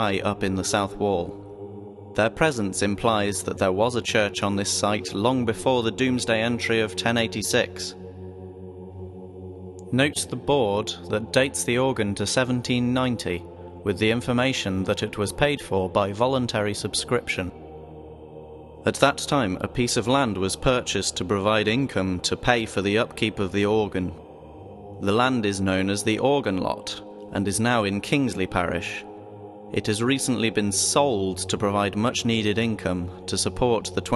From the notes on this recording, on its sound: Audio tour of St Laurence's Church, Frodsham